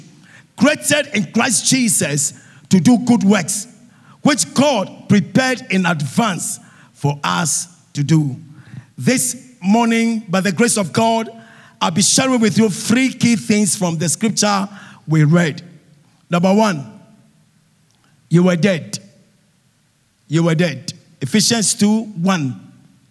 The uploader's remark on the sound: Sermon preached at CBC Shiashie Campus